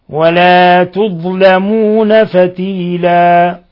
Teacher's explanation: وحالة الوقف على تنوين الفتح من فتيلا تبدل ألفا يسمى مد عوض